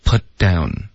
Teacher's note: Put 的这个结尾的停顿呢非常干脆,OK,有点太干脆了，因为你用的是一个喉音停顿，你应该用舌尖的这个动作